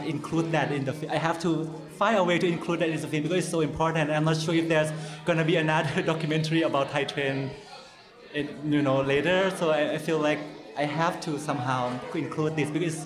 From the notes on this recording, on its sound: Live From True False 2017. The True/False Film Fest in Columbia, Missouri. Film Comment traveled to Columbia for a long weekend of documentary and essay film—and hosted a festival recap at the festival’s traditional closing-night spot, a waffle bar that doubles as a music venue. This special live edition of the Film Comment podcast.